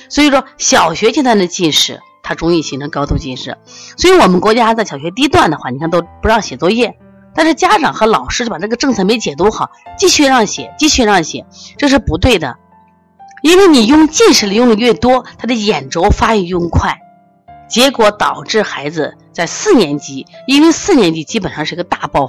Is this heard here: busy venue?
no